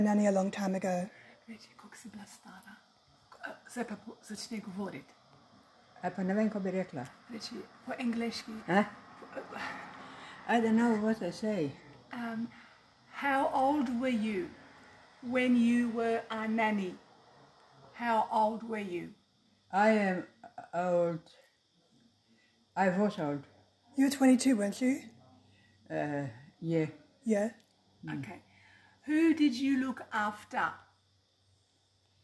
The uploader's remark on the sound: As well, some audio may not be clear, as other people were talking in the background as I recorded the episode.